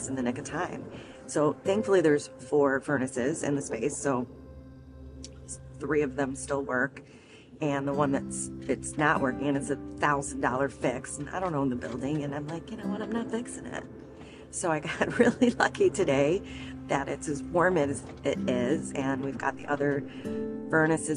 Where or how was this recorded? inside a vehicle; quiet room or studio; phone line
inside a vehicle